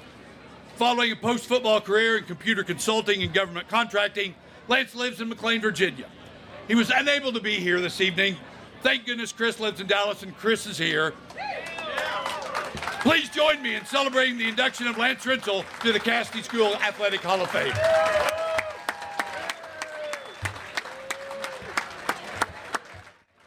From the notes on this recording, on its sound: An audio recording of Casady School's 2021 Athletic Hall of Fame Induction, which took place on October 22, 2021.